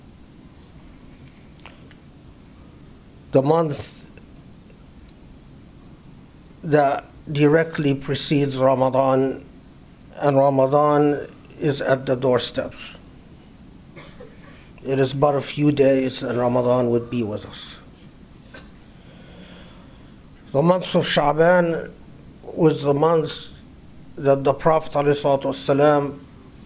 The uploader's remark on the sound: Delivered 19 April 2019 at the Islamic Center of Southern California, Los Angeles.